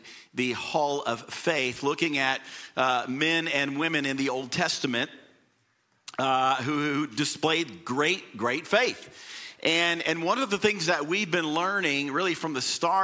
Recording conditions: large echoing room